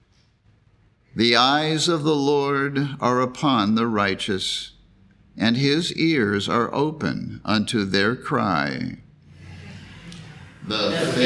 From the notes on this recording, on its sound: The Sunday service audio